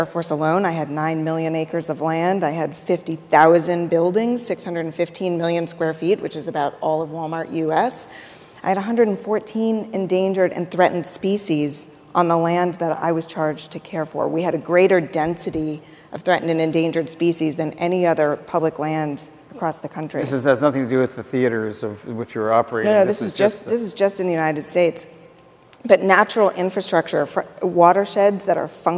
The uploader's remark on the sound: The best of live interviews from GreenBiz events.